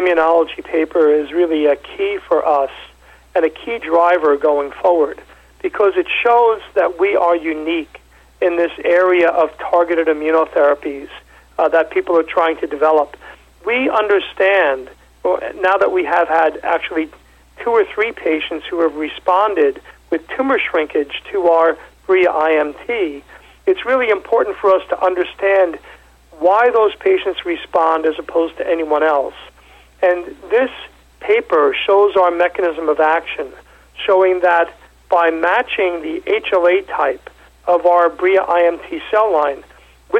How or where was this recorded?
phone line